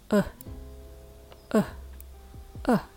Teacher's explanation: 曖昧母音は、う、う、う、こういう音ですね。音程を落として脱力することがポイントです。